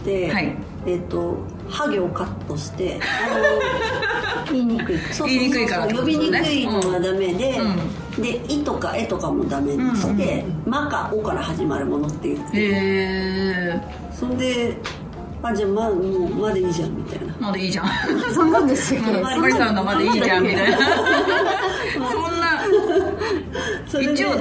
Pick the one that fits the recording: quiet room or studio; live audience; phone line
live audience